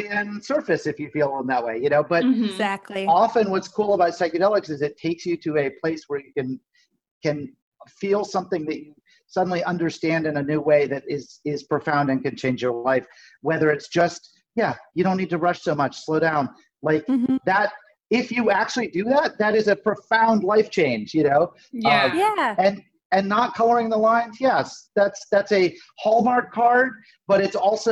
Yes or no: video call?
yes